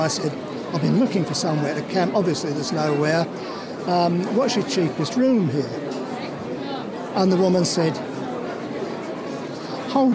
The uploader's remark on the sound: This is the third and final part of the series recorded at the Adventure Travel Show.